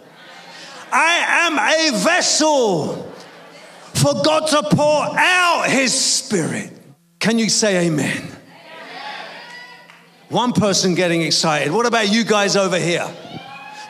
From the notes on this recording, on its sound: preaching at a Church in Thailand